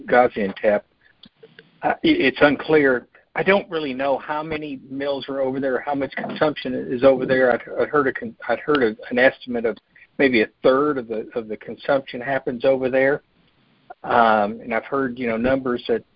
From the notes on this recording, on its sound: Monthly Cotton Conference Call.